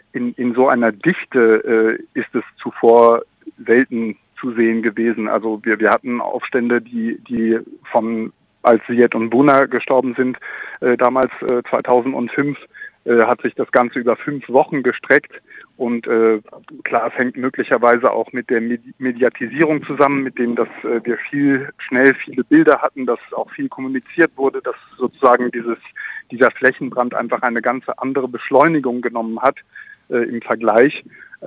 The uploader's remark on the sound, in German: Hört am Telefon einen Menschen